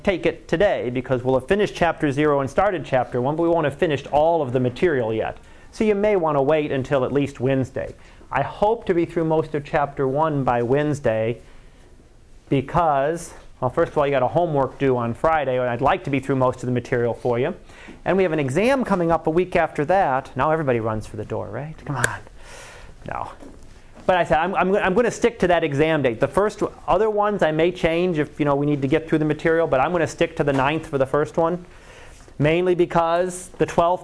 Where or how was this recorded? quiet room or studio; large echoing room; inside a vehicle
large echoing room